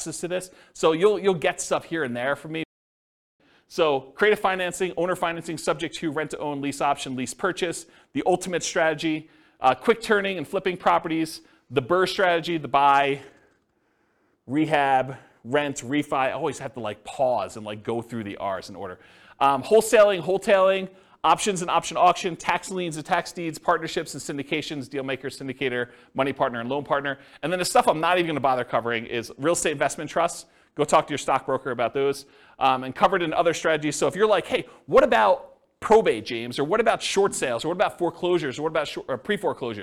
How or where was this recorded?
live audience